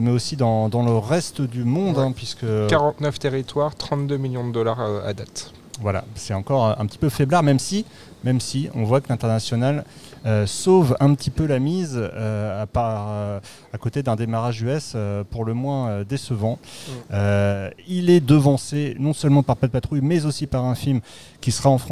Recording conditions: busy venue